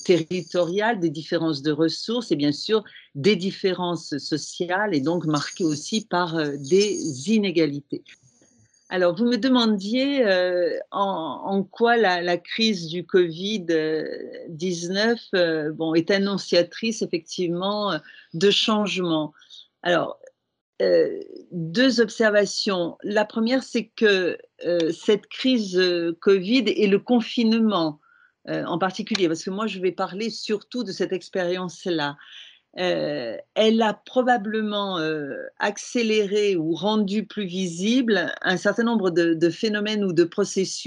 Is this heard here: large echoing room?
no